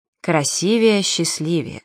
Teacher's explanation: Ударение в сравнительной степени «красивее» падает только на второй слог, и никак иначе.